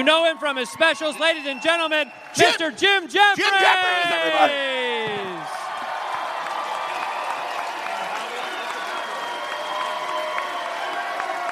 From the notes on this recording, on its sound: Disastrous First Live Show.